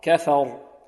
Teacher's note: نرقق الفاء ونفخم الراء كفر هكذا